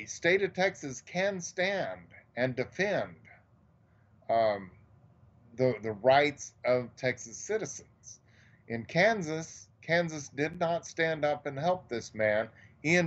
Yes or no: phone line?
no